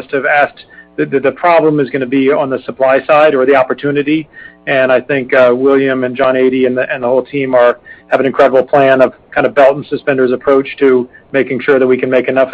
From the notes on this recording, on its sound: Q3 2020 Results Earnings Conference Call